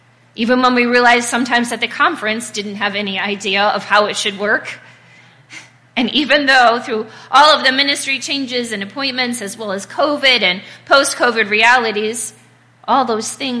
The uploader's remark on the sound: This Message was recorded at Faith UMC on July 2nd, 2023.